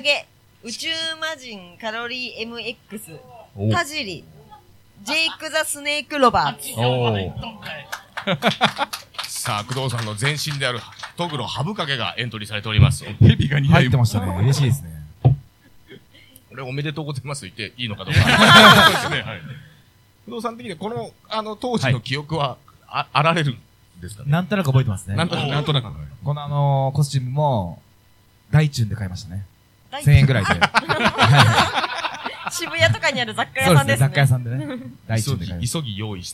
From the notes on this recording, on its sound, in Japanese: 公開収録。Inネイキッドロフト。